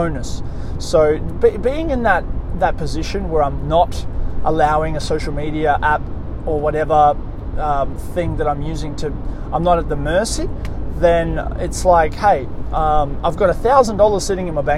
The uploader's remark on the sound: On this episode I am in the car